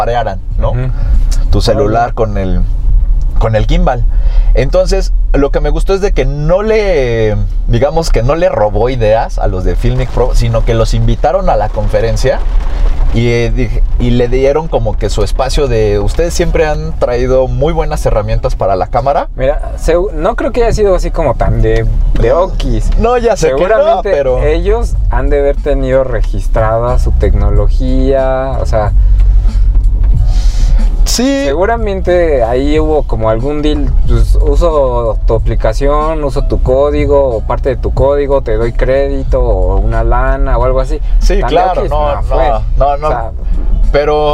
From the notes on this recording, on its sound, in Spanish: Este es el capítulo piloto de una serie de podcasts grabados en un auto en medio del tráfico de la CDMX.